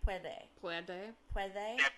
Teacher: The D in puede, is it kind of pronounced like a TH, like a soft TH?